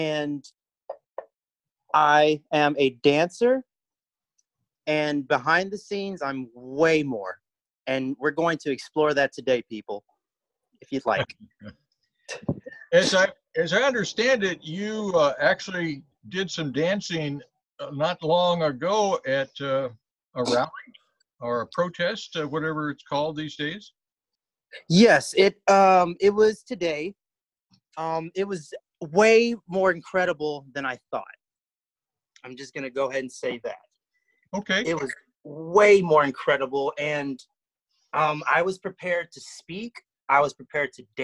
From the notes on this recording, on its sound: This podcast was recorded via zoom.